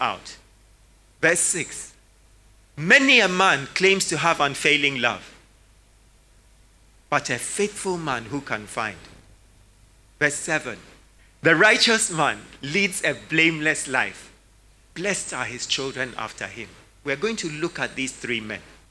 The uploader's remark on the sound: Sermon preached at CBC Shiashie Campus